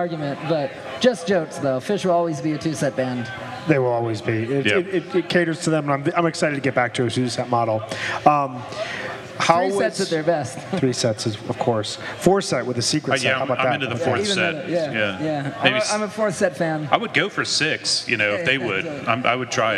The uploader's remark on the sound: This is a special episode that was recorded in the Dick's lot